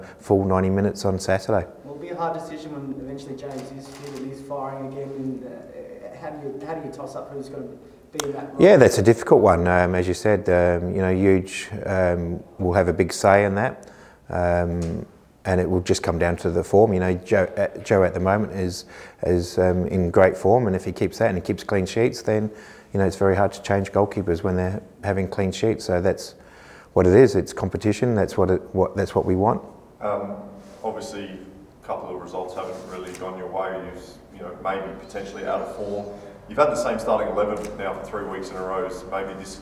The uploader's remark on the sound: Pre-Match Press Conference